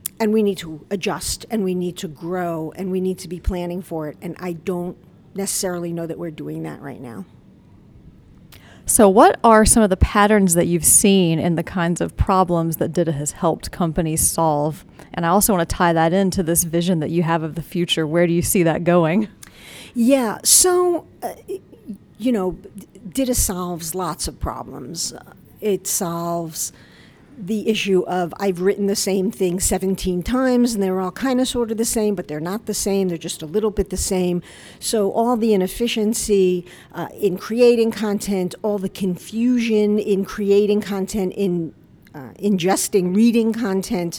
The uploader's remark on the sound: talk with vendors at the CMS/DITA North America conference